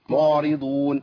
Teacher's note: كتير من الناس بيخفي العين تقريبا، يقول معرضون ما ما ما والعين تختفي.